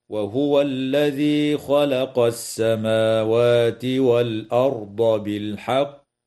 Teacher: يجوز الوقف على كلمة بالحق من قبيل الوقف الكافي، مع وجوب قلقلة القاف وقفا في كلمة بالحق